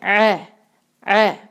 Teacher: عین کو حلق کے بیچ سے ادا کریں گے، وہاں حلق کے بیچ سے زور لگائیں آپ، ٹھیک ہے